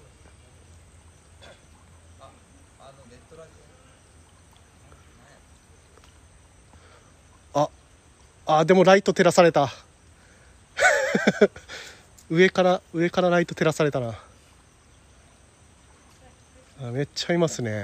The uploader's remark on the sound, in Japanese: ホタル観測ライドを先週日曜日に行った際の音声を公開したいと思います。